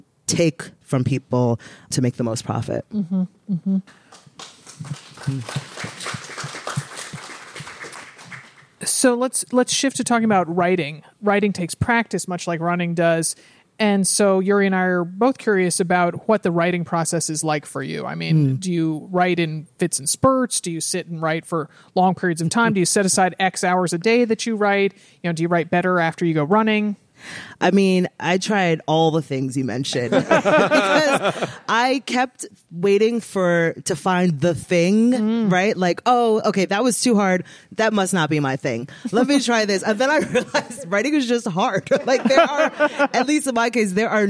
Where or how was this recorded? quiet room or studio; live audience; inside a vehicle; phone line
live audience